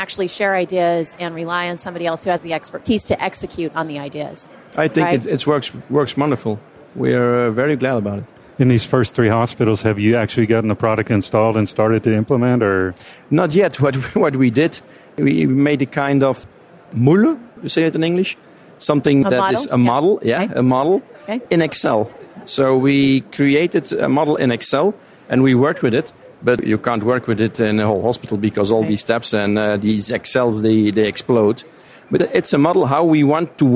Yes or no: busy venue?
yes